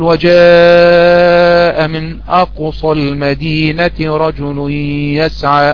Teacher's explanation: يعني لما أقول وجاء من أقصى المدينة رجل يسعى، جاء ده مد متصل، مد متصل قدره 4 أو 5 حركات وجوبا